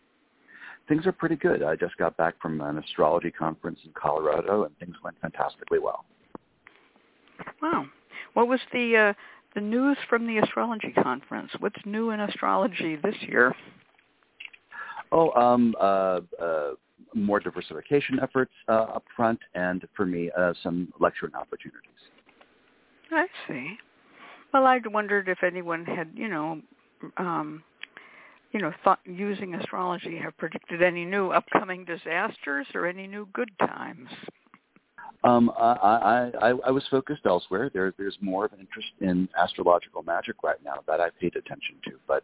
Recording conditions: phone line